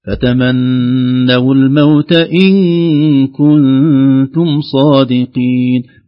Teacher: بالغنة في النون المشددة والميم المشددة